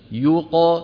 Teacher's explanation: الياء مضمومة، نضم الشفتين